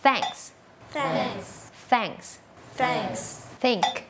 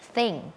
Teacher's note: เป็นเสียงแบบ unvoicedคือออกมาแค่ลมเราเอาลิ้นเนี่ยมาวางตรงกลางระหว่างฟันบนกับฟันล่าง